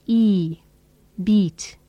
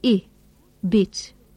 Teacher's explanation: Notice how you stretch your lips and make them tense to say E, beat, and relax them to say I, bit. You must also open your mouth a little bit more to say bit. · Term: long E sound